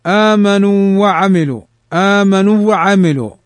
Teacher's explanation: لئلا يزول المد الطبيعي، فإن الإدغام يمتنع لزوال حرف المد، يعني لا تدغمها، لأنك لو قلت آمنوا وعملوا آمنوا وعملوا فإن الحرف لا ينطق، فانطلقوا وهم في يوم في يوم، فإنها لا تضغم.